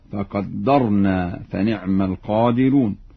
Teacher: يقرأ ورش بتشديد الدال هكذا: فقدرنا فنعم القادرون.